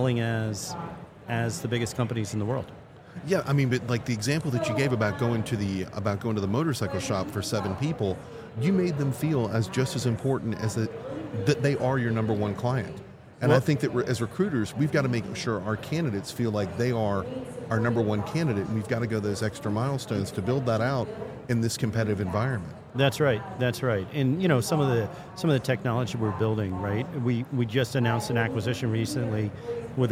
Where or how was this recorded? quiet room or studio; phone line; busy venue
busy venue